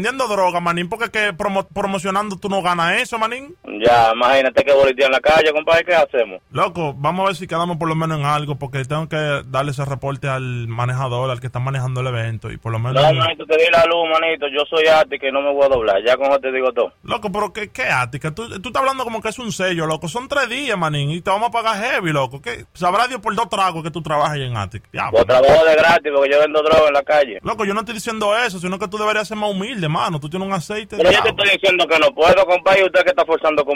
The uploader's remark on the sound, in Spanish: Broma telefonica